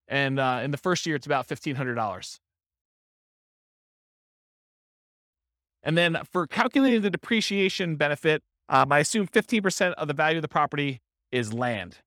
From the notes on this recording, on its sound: This was a live class recorded